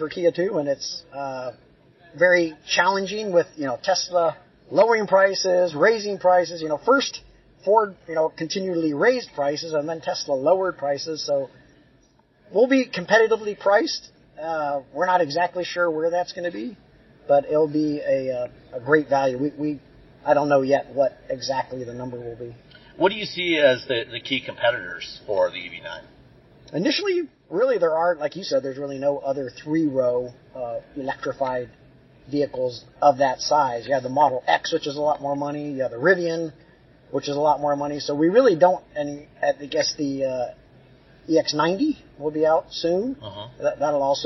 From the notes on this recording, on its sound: Instead of news we’ve got interviews that we recorded at the 2023 New York Auto Show.